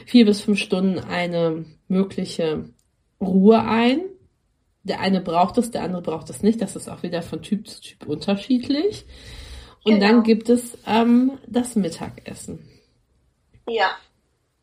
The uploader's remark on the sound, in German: der erste Zoom Call der zum Podcast wird.